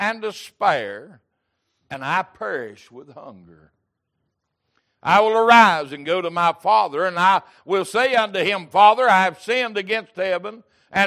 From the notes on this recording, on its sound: Sunday Evening Service